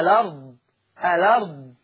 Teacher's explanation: شيلوا الهمزة وحطوا الحركة على اللام · Term: النقل